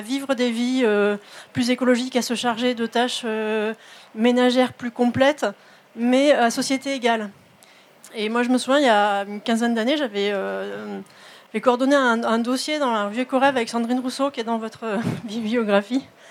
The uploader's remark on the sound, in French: Conférence enregistrée en public à la REcyclerie, en partenariat avec les éditions La Lenteur.